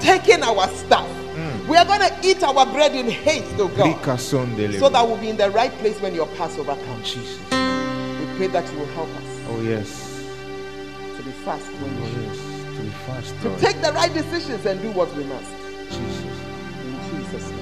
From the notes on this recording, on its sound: Preached at the Word Alive Service